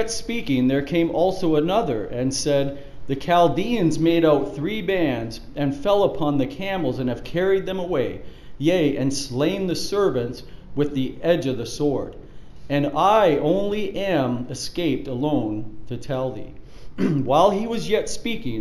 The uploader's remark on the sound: Preached at the Church at Brimley